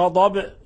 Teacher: كيف قلقلنا الباء، لأنها سكنت وقفنا عليها بالسكون، هي حالة الوقف، هذا كلامنا حالة الوقف.